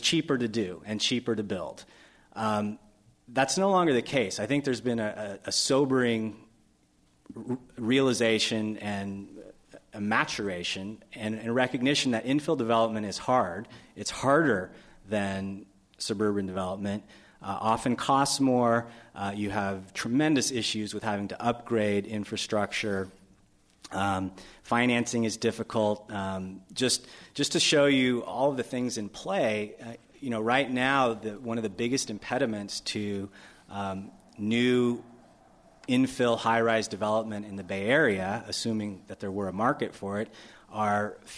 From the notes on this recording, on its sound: This program was recorded in front of a live audience at The Commonwealth Club in San Francisco on July 7, 2009